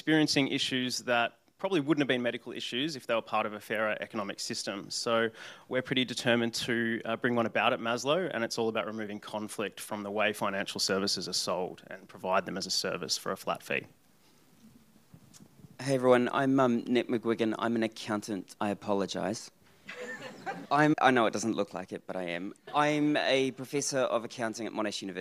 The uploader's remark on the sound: This episode of Chasing Financial Equality comes in the form of a live panel recording in front of a packed crowd at SXSW Sydney.